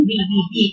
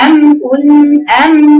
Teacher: الباء مقفوله اكتر يعني الميم قفل الشفتين مع بعض بدون ايه؟ ضغطه انما الباء في ضغطه